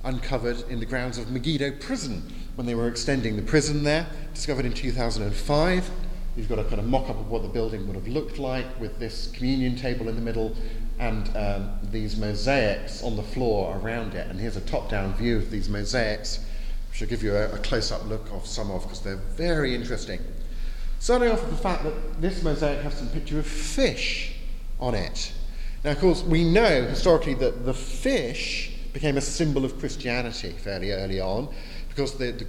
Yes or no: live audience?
yes